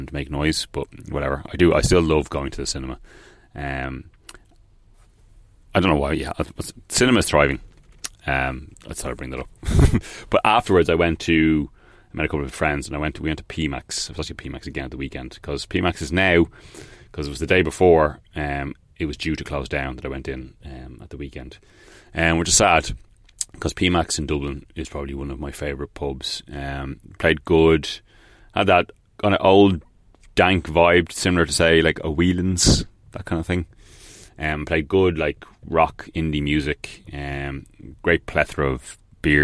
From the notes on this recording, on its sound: Recorded on the fly in the Peugeot Partner.